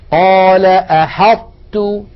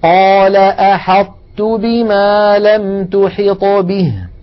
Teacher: نطبق المخرج على طاء من غير قلقلة ثم نفتح على تاء · Term: إدغاما ناقصا